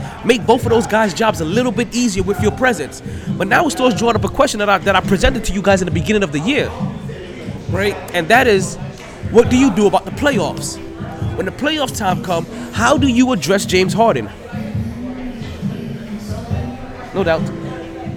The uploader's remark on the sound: Live From The New & Improved Sharkeys